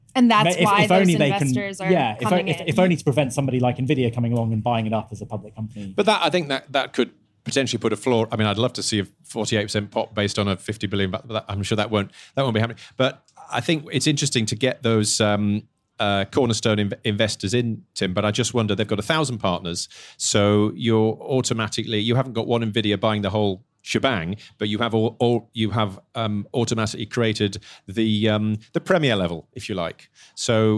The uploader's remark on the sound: live from the FT Weekend Festival in London